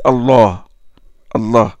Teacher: Mais quand j'ai dit Allah, j'ai grossi, j'ai emphatisé le lam. Allah. Tafkhim.